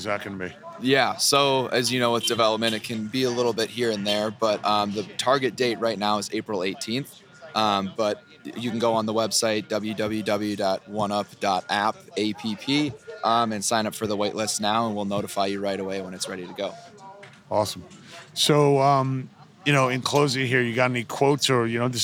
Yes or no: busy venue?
yes